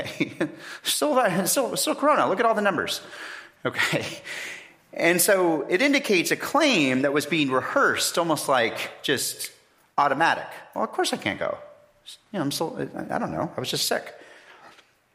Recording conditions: large echoing room